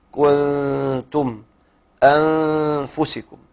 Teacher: حال وسط مع الغنة بمقدار حركتين. هكذا: كنتم أنفسكم، مع الغنة بمقدار حركتين. · Term: الإخفاء